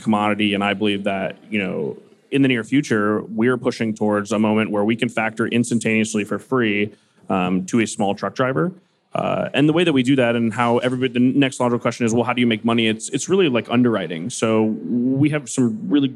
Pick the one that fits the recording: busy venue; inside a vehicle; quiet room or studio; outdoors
busy venue